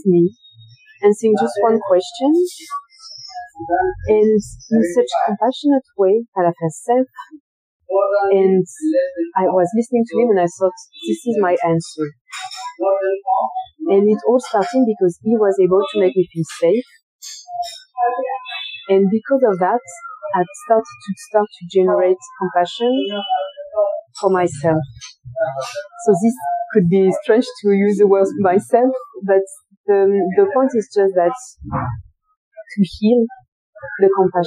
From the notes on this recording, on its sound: The conversation was recorded outdoors, on a busy roadside cafe of Bodhgaya.